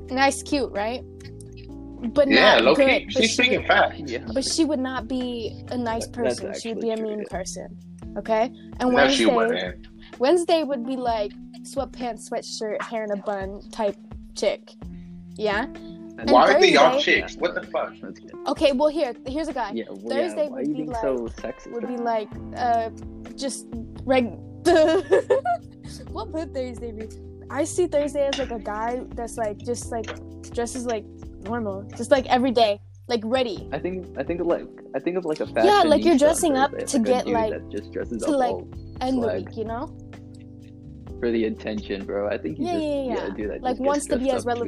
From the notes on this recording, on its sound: audio kinda moody